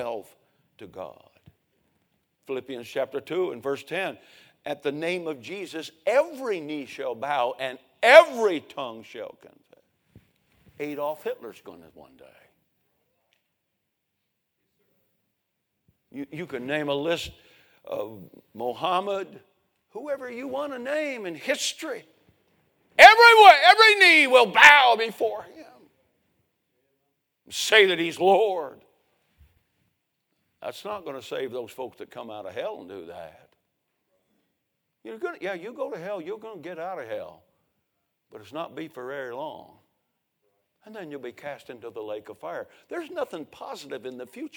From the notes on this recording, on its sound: A sermon preached Sunday Morning, on May 7, 2023.